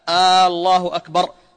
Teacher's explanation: وبعضهم يمد همزة الجلالة الله أكبر، فكأنه يستفهم هل الله أكبر أو لا، وهذا أيضا خطأ لأنه يخل بالمعنى ولا يصح.